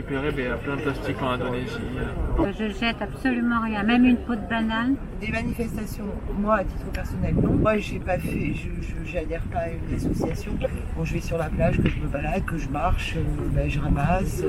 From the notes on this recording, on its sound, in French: Elles ont effectué un micro-trottoir.